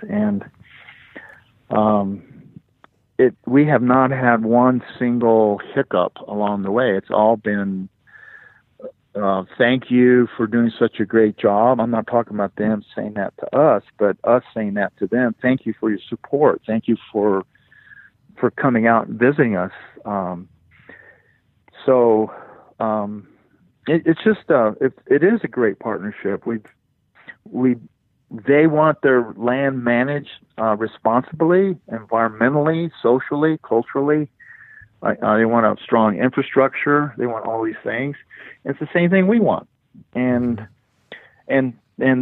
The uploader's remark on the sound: on the phone, where he was gracious enough to take time away from one of his New Mexico operations to chat with me